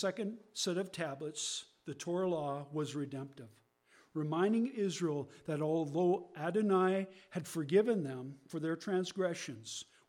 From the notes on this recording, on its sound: there is a very low level buzzing in the recording.